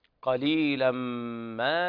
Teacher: إدغام بغنة كامل لوقوع الميم بعد التنوين